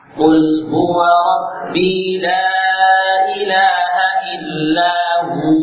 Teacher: Memandangkan dhammah sebelumnya, huwa menjadi hu, bukan hu. Jadi wawu tidak lagi dibaca dari bibir, namun dijadikan huruf mad.